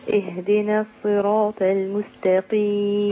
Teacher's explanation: ما جيبش ألف، المستقيم على طول، من التاء للقاف على طول